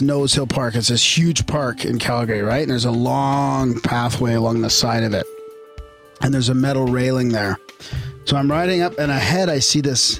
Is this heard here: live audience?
no